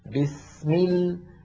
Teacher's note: السين أطول بقليل من اللام · Term: اللام الساكنة